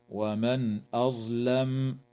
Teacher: تظهر النون الساكنة عند الهمزة